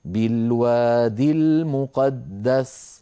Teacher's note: بالوادي أنظر إليها أيضا أصلها بالوادي، نعم بياء في آخرها، لكن هذه الياء ستسقط في النطق للتخلص من التقاء الساكنين